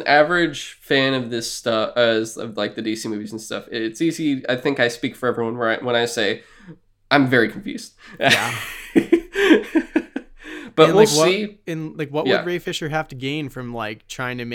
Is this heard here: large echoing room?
no